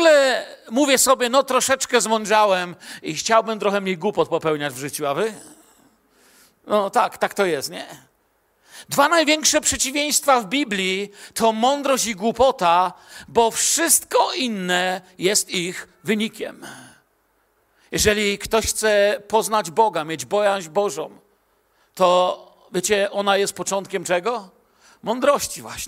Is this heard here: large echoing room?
yes